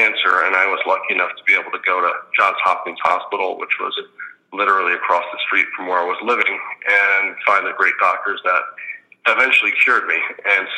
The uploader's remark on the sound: Conference Call